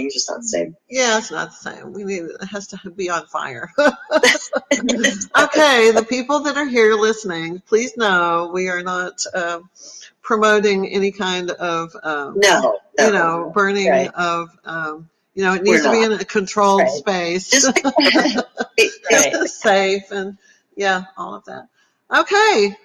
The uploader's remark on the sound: Live Webinar